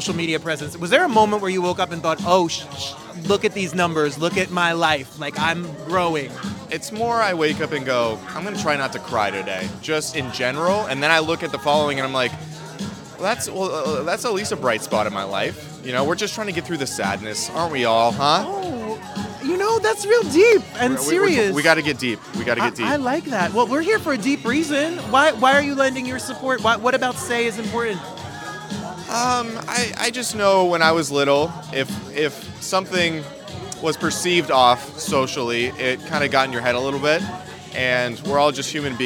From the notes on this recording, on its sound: live on the red carpet!